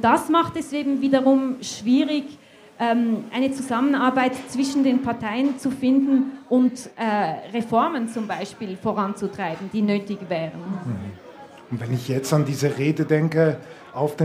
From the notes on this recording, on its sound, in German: Zum ersten Mal in einer Live-Aufzeichnung vor Publikum.